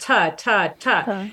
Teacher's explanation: So if you do a T sound, ta, ta, ta, you can feel it hits that alveolar ridge and it stays there for just a minute